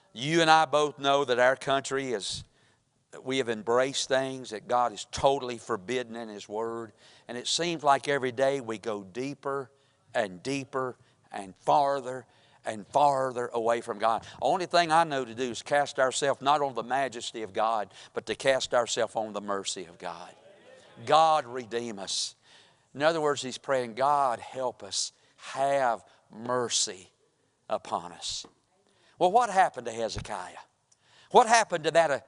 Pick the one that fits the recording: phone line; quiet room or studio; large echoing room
large echoing room